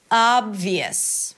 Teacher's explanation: The Y is an intrusive vowel that appears between two vowels when you connect them together.